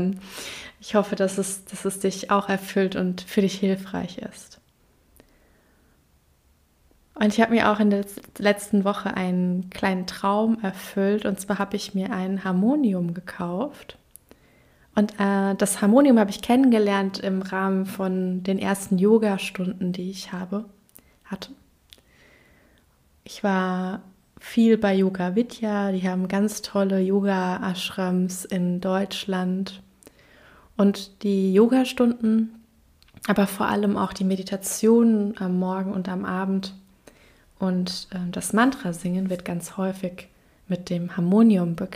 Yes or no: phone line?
no